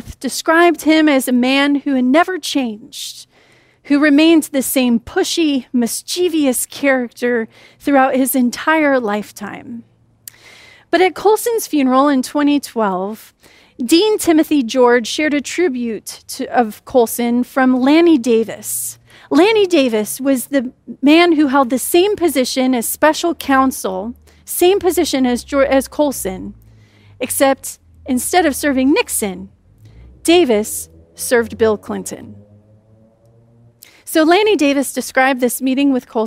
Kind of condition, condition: setting, large echoing room